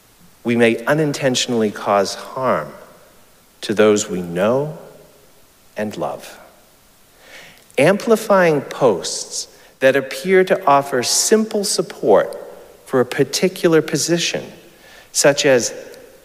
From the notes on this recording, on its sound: Recorded live at Arlington Street Church